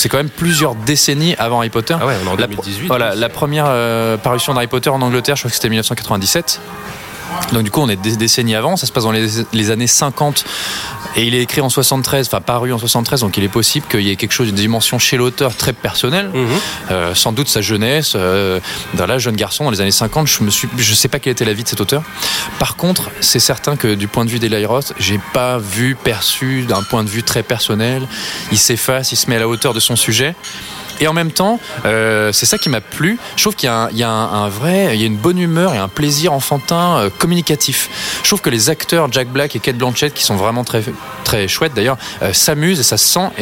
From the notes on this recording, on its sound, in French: Enregistré au Hurling pub ( 8 Rue Descartes, 75005 Paris ), le samedi 29 Septembre 2018